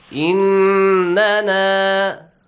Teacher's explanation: Nasal sound. For two counts. Prolong it. · Term: Ghunna sound